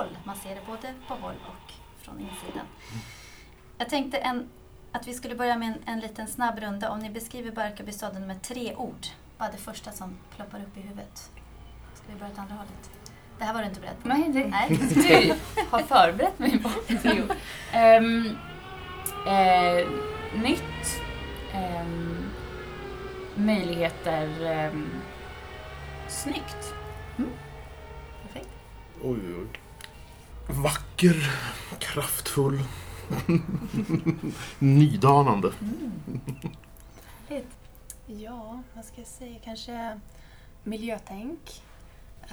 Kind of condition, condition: fault, sounds in the background